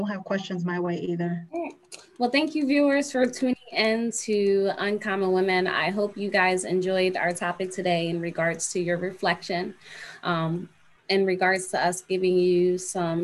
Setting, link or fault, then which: link, video call